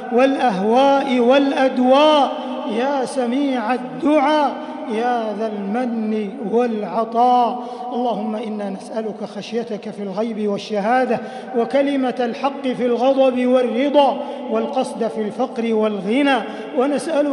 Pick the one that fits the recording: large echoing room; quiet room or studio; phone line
large echoing room